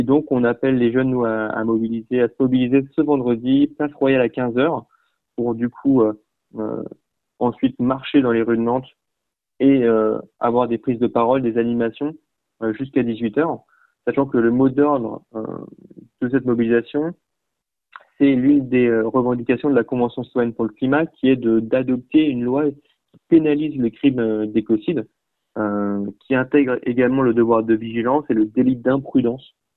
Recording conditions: phone line